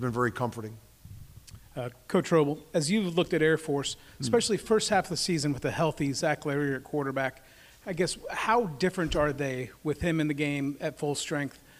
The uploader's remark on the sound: Head Coaches Press Conference - Armed Forces Bowl